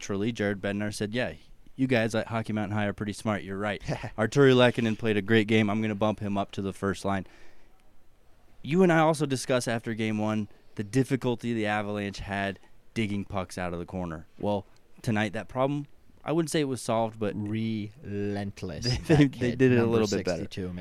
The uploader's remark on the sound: All that and more on this live from the rink post-game edition of Hockey Mountain High.